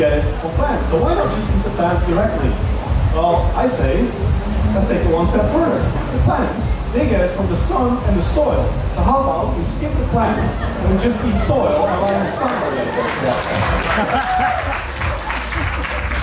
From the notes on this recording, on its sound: Game Changers Panel Discussion - Connect Festival Goa, India - 2019. The audio to the panel discussion he was apart of at the Connect Festival in India in 2019.